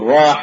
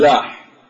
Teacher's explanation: عندما تصعب عليه كلمة راح يقول لاح، لأنه أسهل على اللسان لقرب مخرج اللام من الراء